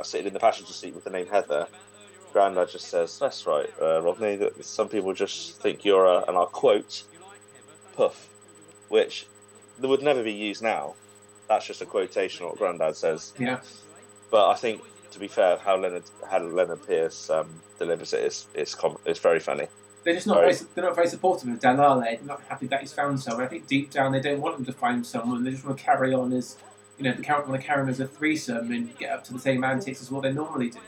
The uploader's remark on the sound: LOCKDOWN LIVE SPECIAL. Due to lockdown, this episode was recorded using Microsoft Teams so the audio quality isn't as high as in previous episodes.